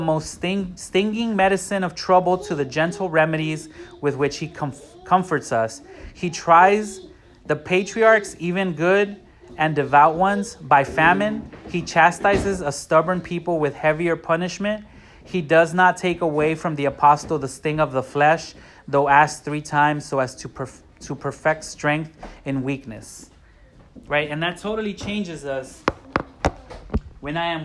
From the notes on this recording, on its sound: A sermon preached on the 6th Sunday after Pentecost at Parish Long Beach.